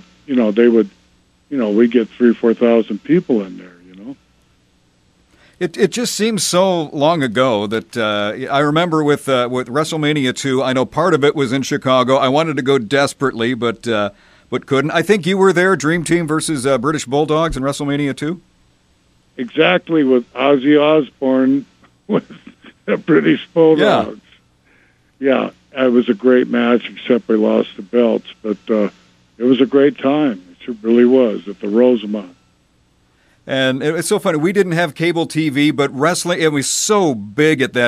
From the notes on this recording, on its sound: Called.